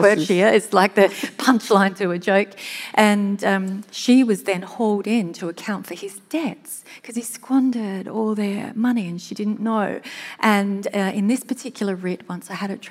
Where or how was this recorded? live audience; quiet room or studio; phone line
live audience